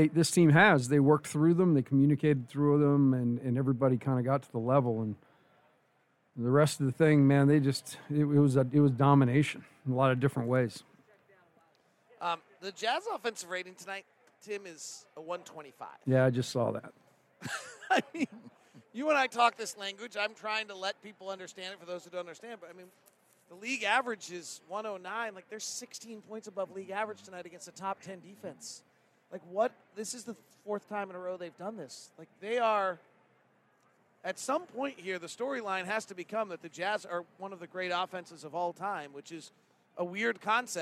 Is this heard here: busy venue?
yes